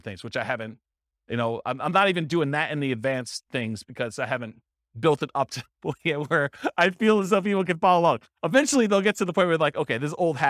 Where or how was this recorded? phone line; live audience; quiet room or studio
live audience